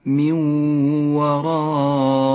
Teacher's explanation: تدغم النون الساكنة بالواو، تسقط النون من اللفظ، ولذلك هي رمادية اللون، وتغن الواو بمقدار حركتين، ولذلك لونت بالأخضر. · Term: الإدغام بغنة